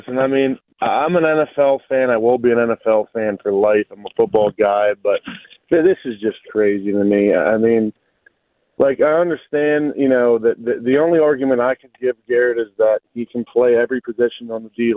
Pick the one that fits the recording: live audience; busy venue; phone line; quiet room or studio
phone line